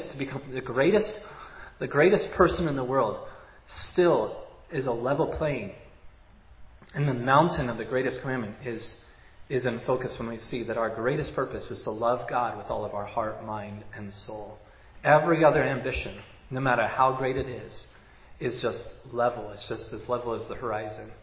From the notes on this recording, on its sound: was preached at Providence Church on Sunday, March 13, 2022